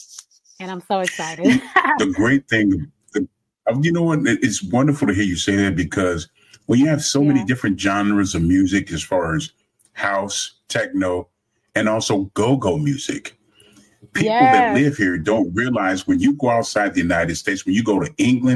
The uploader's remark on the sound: THE VIDEO INTERVIEW WAS ON FACEBOOK LIVE AT NIGHTTRAXXRADIO